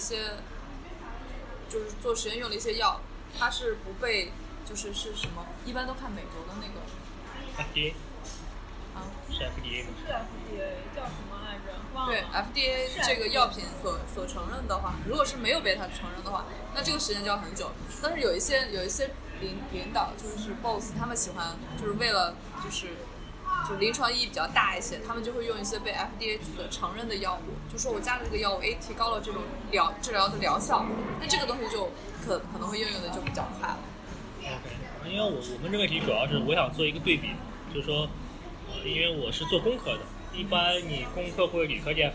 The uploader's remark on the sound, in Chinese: 本次在咖啡厅录制, 杂音较大, 望见谅.